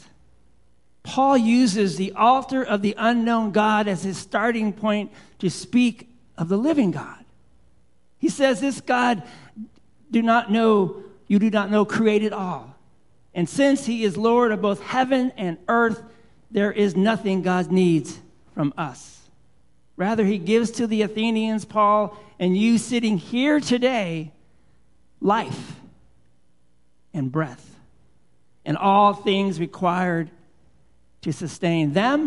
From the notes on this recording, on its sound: Live Worship Service.